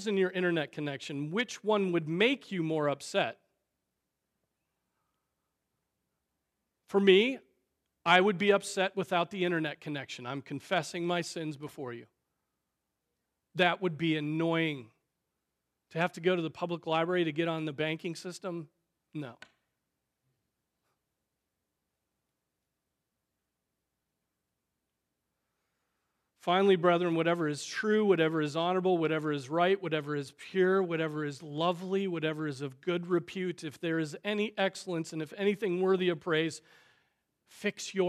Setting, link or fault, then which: setting, large echoing room